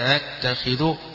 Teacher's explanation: بالمد همزة ممدودة وبعدها تسهيل الهمزة الثانية